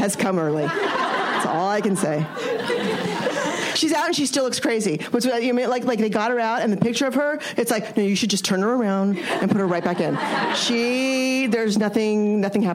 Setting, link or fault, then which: setting, busy venue